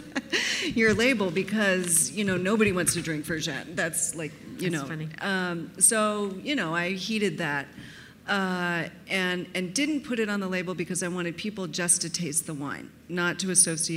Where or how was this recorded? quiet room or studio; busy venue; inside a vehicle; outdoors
busy venue